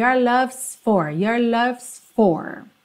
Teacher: Esse S, que é o is, que tá contraído aí com love, ele é muito sutil, mas ele tem que aparecer, mesmo que de levinho, tá bem?